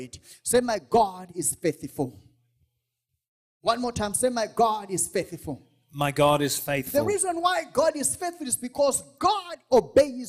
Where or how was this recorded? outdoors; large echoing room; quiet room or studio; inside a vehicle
large echoing room